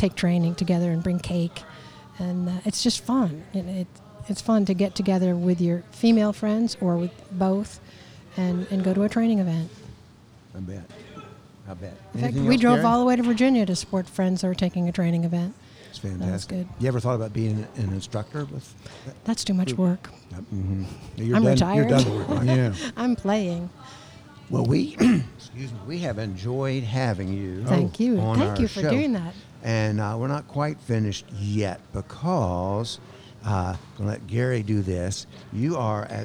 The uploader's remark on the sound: This episode was recorded at Sanctuary Brewing Company in Hendersonville, North Carolina.